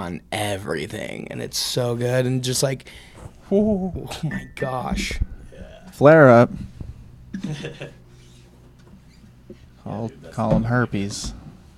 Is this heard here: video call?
no